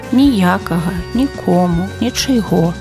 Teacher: ў адмоўных займенніках з прыстаўкай «ні» ва ўскосных склонах націск будзе падаць не на прыстаўку